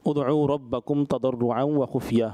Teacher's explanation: یہاں پہ آپ نے اظہار شفوی ہو رہا ہے اور غنہ نہیں کرنا تھا